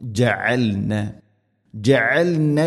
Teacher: ജഅൽന ഐൻ തൊണ്ടയുടെ മധ്യഭാഗം.